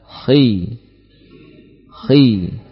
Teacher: ada bunyi tebal di awal lafaz huruf kha kasrah.